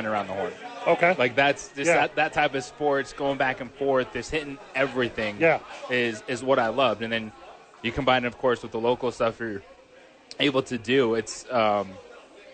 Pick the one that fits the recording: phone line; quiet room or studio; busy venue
busy venue